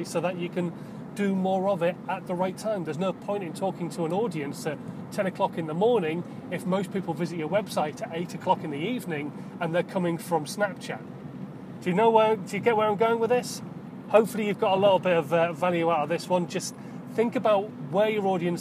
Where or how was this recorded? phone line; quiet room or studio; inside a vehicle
inside a vehicle